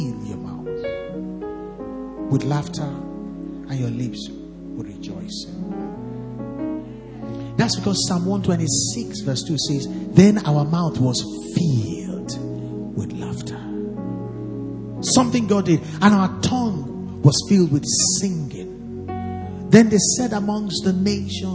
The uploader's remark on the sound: Recorded live at our Special Midweek Service to wrap up our 30days Fasting & Prayers 2021...